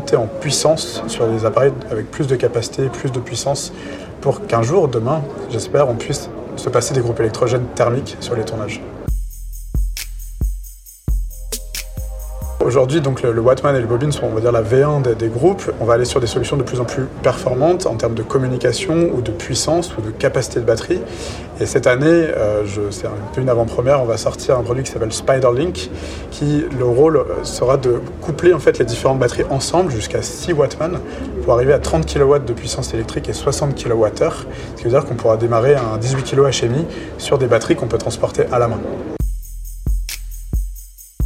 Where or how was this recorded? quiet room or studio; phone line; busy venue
busy venue